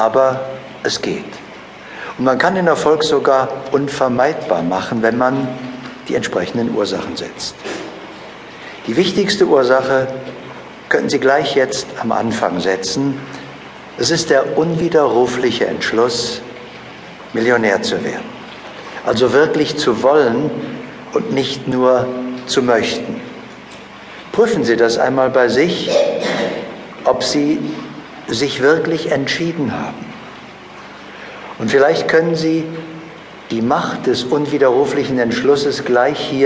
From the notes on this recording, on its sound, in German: "Startklar zum Millionär" ist ein Live-Mitschnitt eines Workshops.